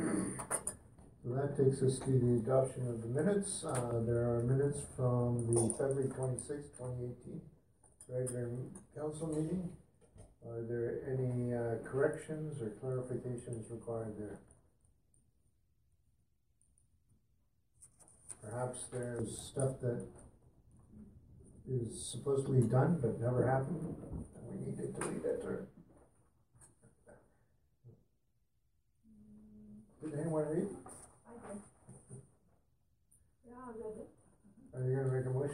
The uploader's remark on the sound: Audio recording of the March 12, 2018 Regular Meeting of Peace River's Town Council.